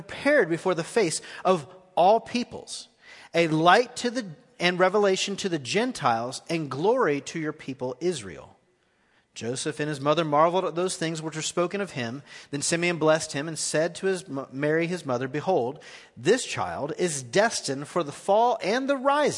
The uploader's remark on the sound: Recorded live at The Fellowship on December 23, 2018.